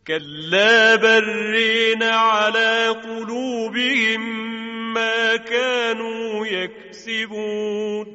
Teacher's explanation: به روایت شعبه هم ادغام میکنه برانه، هم را یعنی الف پس از را رو اماله میکنه و به تبعش حرف را هم ترقیق میشه